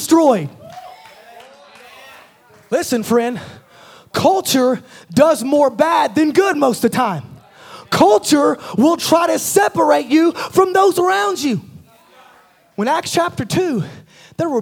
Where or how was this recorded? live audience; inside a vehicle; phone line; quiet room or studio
live audience